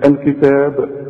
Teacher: الكتاب برضو الكلمة هذه مرققة، لكن إذا وقفت على الكتاب قلقل الباء، الكتاب، إنما عند الوصل لا قلقل.